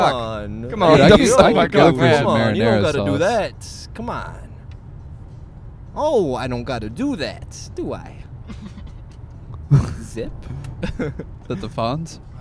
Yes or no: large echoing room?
no